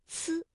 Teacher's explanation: 舌尖要抵住上齿背，阻碍气流，然后舌尖稍稍的离开，让这个气流从窄缝当中挤出，摩擦成音